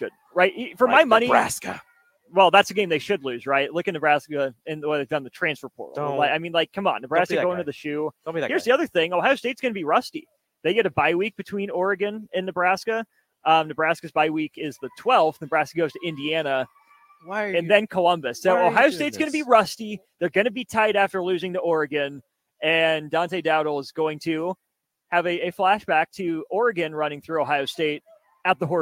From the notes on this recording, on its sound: LIVE from CHI Health Center